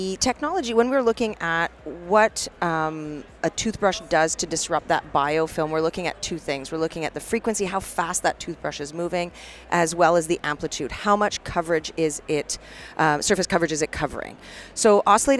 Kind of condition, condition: setting, busy venue